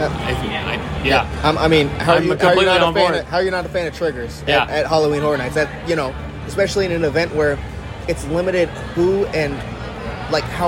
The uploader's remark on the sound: recording live at Universal!